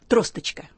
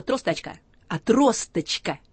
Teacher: Это не «а» и не «о» в конце, а средний звук между «а» и «ы». · Shown in: first take · К сожалению, мы его никак на письме в алфавите не отображаем, но он в транскрипции обозначается, по величине обозначается.